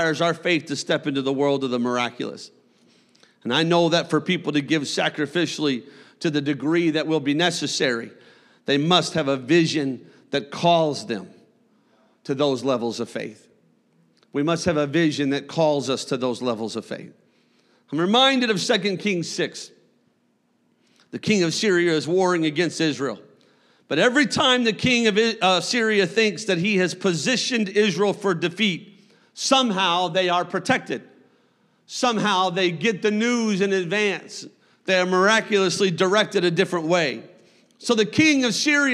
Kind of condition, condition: setting, large echoing room